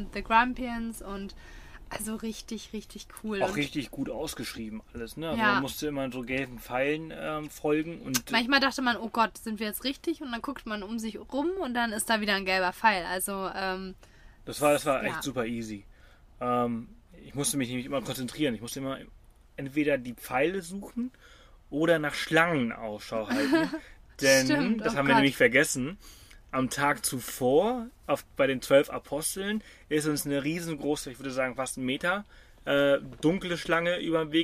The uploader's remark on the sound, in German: Dieses Mal live aus unserem Britz Camper im wunderschönen Bundesstaat Victoria in Australien.